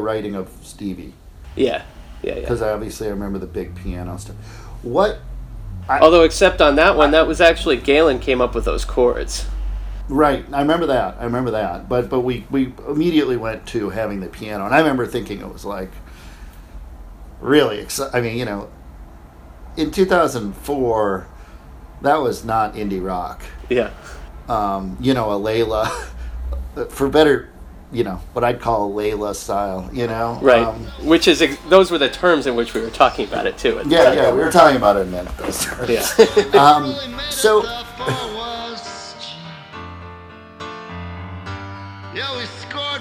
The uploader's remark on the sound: There may be some echo on this episode.